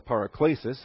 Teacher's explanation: I always call it the paraklesis, with the eta there being the naturally long vowel, and the naturally long vowel has the natural stress. But I see the accent over the alpha, and so I will adjust my pronunciation.